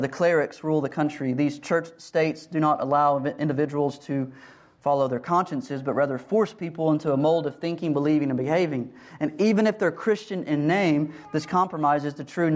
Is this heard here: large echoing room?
yes